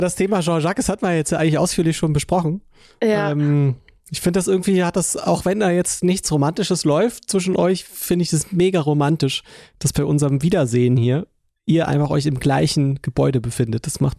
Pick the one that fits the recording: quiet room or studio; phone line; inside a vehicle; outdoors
phone line